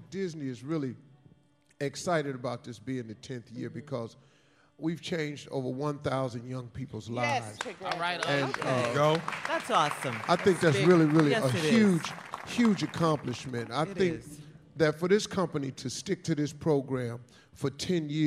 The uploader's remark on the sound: Live From Disney Dreamers Academy in Orlando